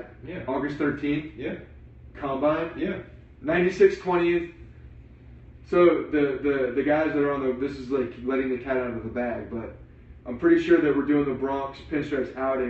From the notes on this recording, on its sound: Late Night Periscope Edition. Live Periscope edition of the Bronx Pinstripes Show from Tampa! After attending the Yankees vs Orioles spring training game on Friday, we did a live recap podcast. Despite some technical difficulties with actually RECORDING the audio.